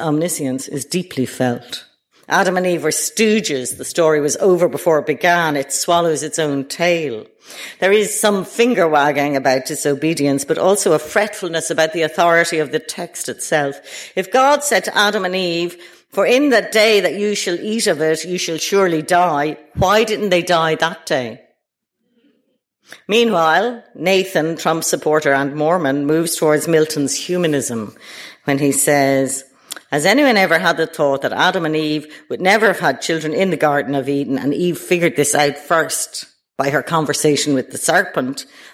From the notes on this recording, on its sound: Delivered at the British Museum.